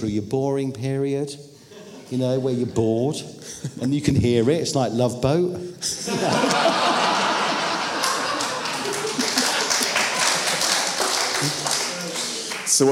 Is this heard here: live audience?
yes